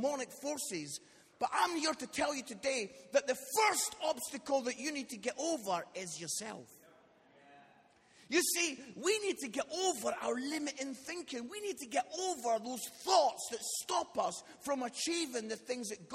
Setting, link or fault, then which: setting, large echoing room